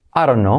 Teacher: porque al unir las letras, la D, cuando lleva una vocal delante o detrás, se convierte en R suave